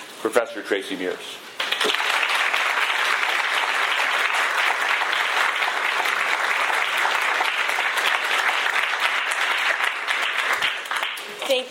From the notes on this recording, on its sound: Keynote address for the University of Chicago Law School Legal Forum Symposium 2015